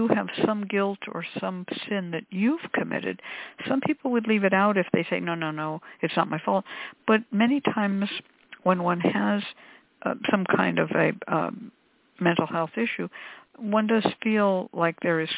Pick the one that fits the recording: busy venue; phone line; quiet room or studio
phone line